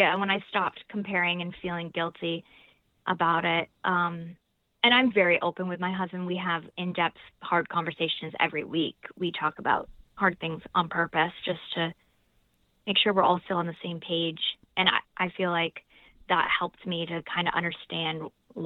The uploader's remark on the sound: called in to talk all about it